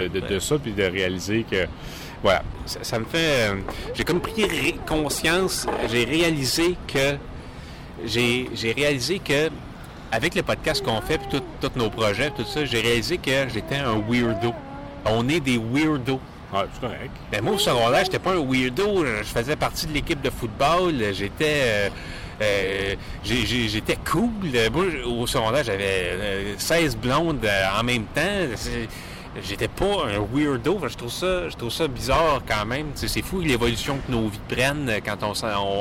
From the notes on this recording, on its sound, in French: Enregistré à Montréal (centre-ville). Segment 1 : À la Place-des-Arts - Segment 2 : Près du Boulevard René-Lévesque - Segment 3 : Au quartier chinois - Segment 4 : Au centre du Boulevard Robert-Bourassa - Segment 5 : Au Centre Bell - Segment 6 : Au Square Dorchester.